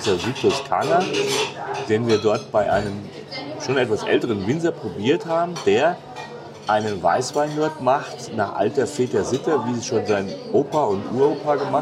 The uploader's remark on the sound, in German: Das Lasal in Zamora. Wir haben ein großartiges Fine Dining Tapas Erlebnis dort erleben dürfen und den Podcast live beim Essen gesprochen.